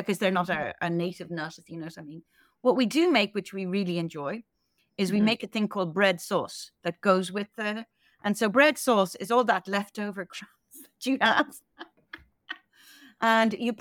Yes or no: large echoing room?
no